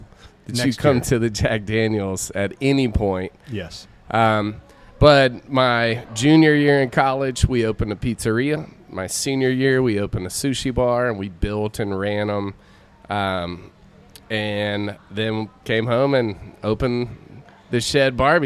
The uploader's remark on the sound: live at The Jack Daniel's World Championship BBQ Invitational